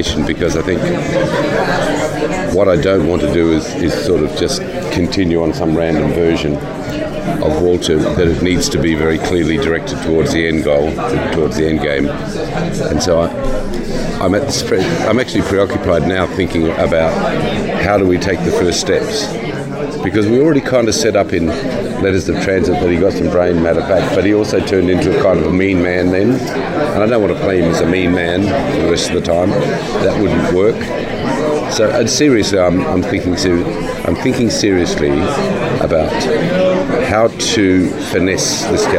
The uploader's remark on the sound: Recorded at San Diego Comic Con.